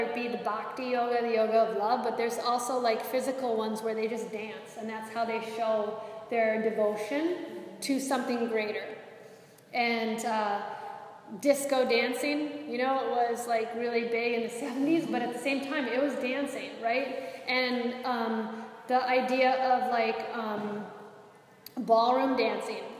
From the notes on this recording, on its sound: This is a live excerpt of a recording from a Yoga Enrichment Workshop for a group of wellness professionals